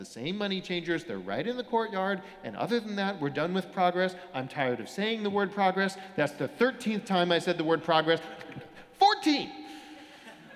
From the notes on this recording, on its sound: Sermons from Old South Church in Boston